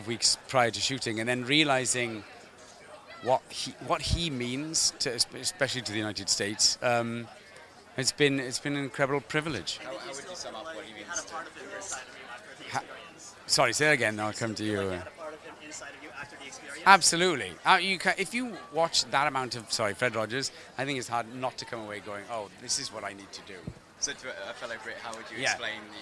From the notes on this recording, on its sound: shot Live-on-Location at their TIFF red carpet premiere